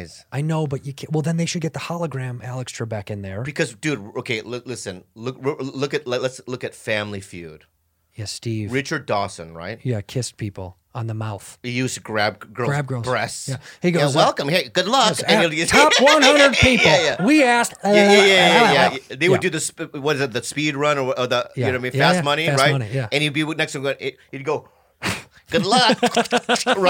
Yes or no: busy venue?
no